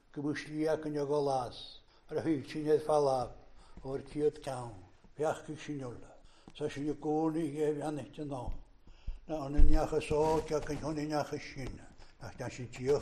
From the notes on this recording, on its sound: recorded at North Harris Free Church on Sunday Evening 15th August 2021